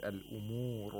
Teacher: And الْأُمُورُ، we do وَقْفُ الْإِسْكَانِ، and the رَاء becomes ساكن، and we have to pronounce it with تَفْخِيمٍ